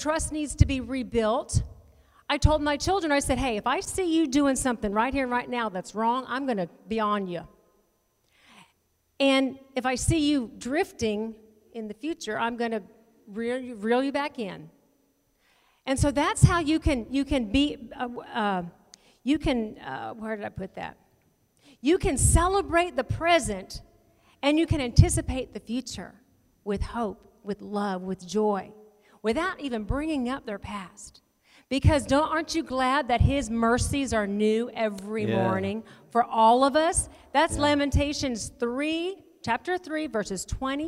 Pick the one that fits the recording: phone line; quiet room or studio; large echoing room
large echoing room